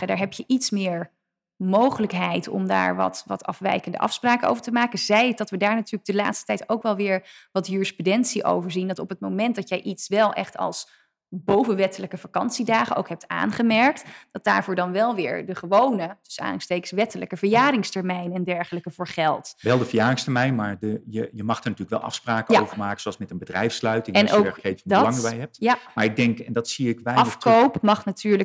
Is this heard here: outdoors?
no